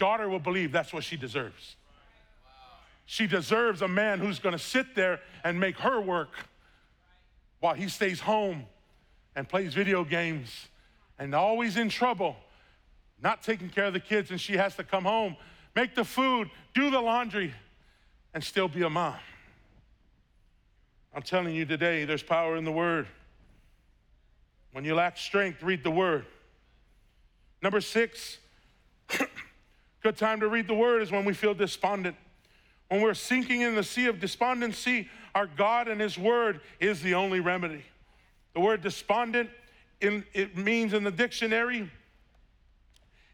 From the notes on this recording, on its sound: was preached on August 1st at the 11:30AM service.